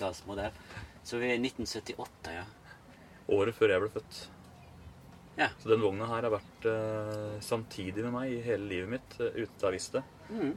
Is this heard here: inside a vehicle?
yes